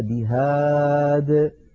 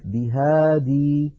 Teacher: فلو وقفنا على بهادي نقف عليها بهاد، ولا نقف بهادي، نقف كالوصل من غير ياء لأنها هكذا في الخط · Shown in: first take · Term: محذوفة الياء